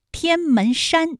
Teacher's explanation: 天门山这三个字，它们都是前鼻音